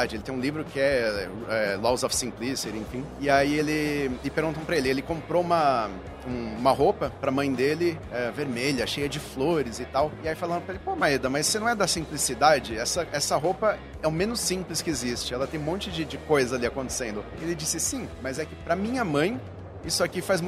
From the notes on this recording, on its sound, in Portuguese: Gravada diretamente do 30° Congresso Expo Fenabrave, no estande da Auto Arremate® e Linx.